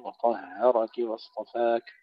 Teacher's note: تحقيق الهاء بين الطاء والراء مفخمين